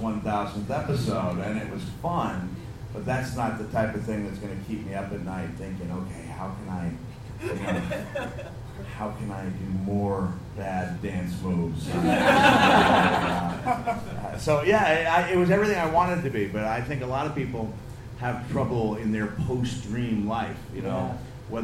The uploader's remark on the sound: Live at the Edinburgh Fringe. Hope you enjoy the podcast as much as the live audience.